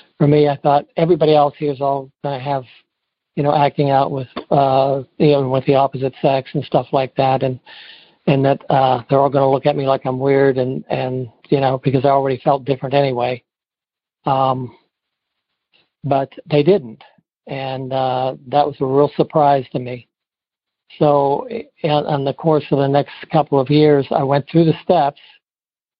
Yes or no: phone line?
yes